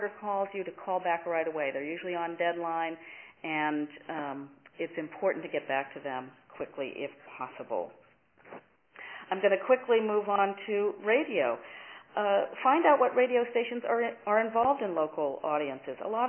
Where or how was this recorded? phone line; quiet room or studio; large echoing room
phone line